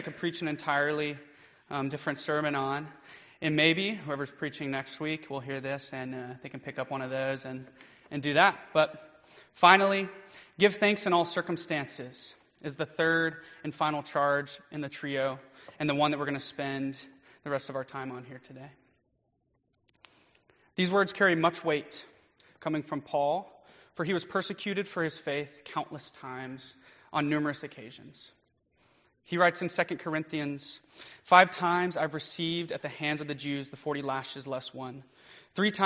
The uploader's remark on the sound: Preached during Fall Break Mission Trip at First United Methodist Church in Live Oak, FL.